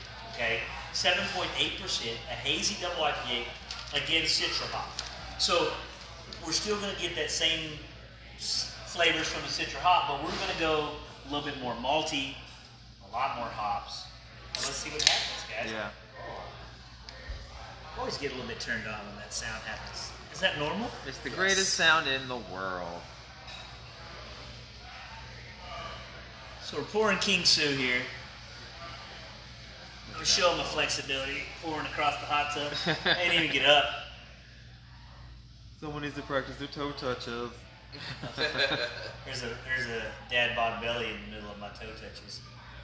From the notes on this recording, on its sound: Recorded at Thistle Draftshop at the Texas release of Toppling Goliath beers, Pseudo Sue, Pompeii, and King Sue! A STUDIO AUDIENCE!!